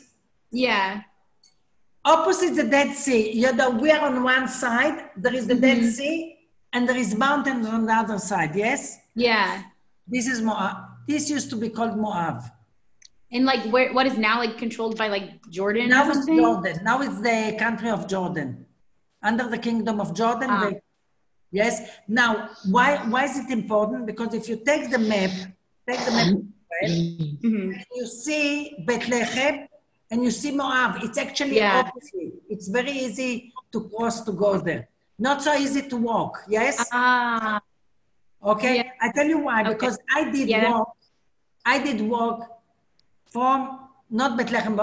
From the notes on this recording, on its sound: Zoom Class